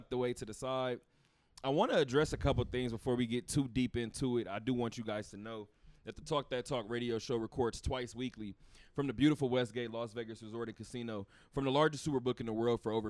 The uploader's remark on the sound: Talk that Talk Radio Show Live from Westgate